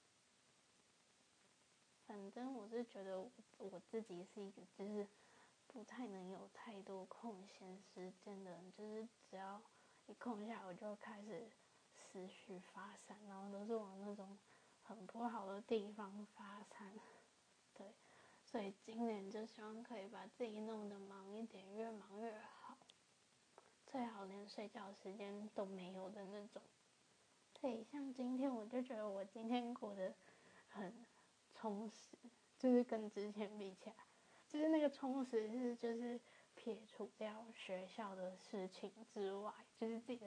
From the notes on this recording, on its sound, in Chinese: 有小雜音請見諒！